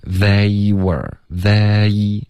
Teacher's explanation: they 注意双元音得滑动